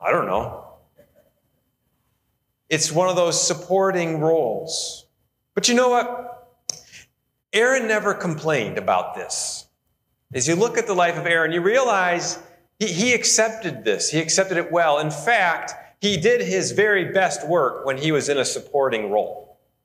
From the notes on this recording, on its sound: Sermon recorded live at Holland FMC. We are located in Holland, Ohio, USA.